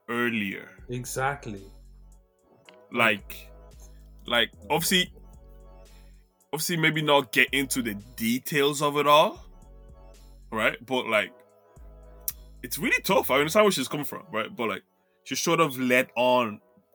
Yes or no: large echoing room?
no